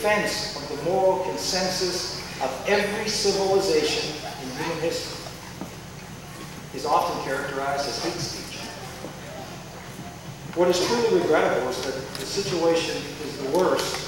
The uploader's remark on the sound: delivered the commencement address to the 2003 graduates of Christendom College